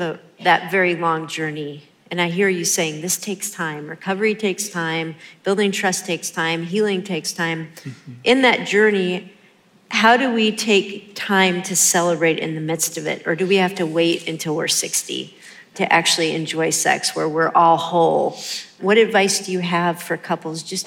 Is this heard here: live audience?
yes